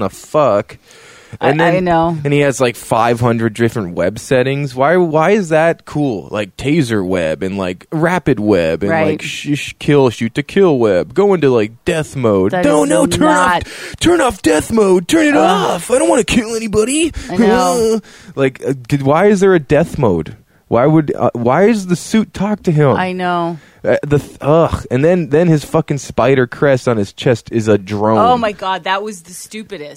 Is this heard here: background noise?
no